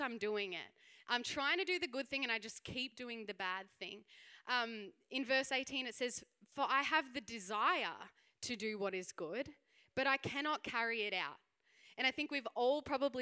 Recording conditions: live audience